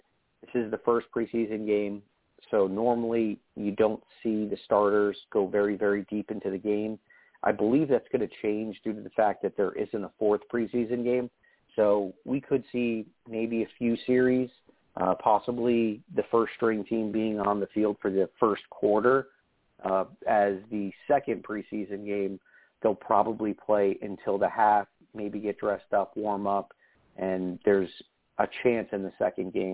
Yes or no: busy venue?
no